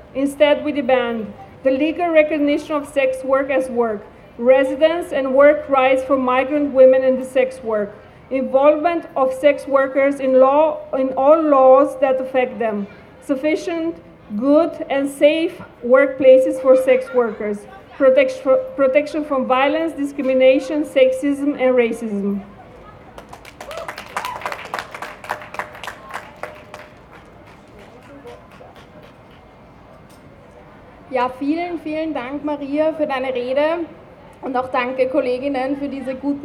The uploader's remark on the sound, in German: O-Ton] LEFÖ-Kundgebung am internationalen Hurentag 2. Juni 2023 in Wien